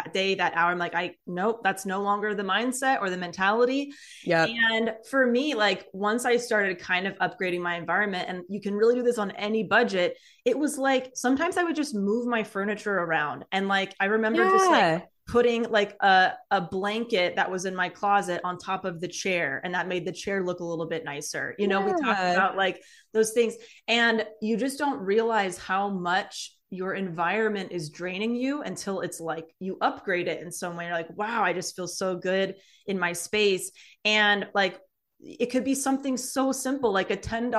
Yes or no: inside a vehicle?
no